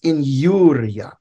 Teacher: I followed by a vowel is like the J in English, and it's pronounced ya